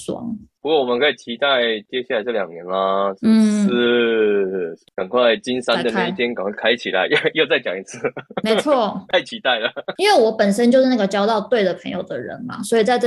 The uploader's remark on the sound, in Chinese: 很抱歉這次因為無法克服的原因，因此我們只能線上錄音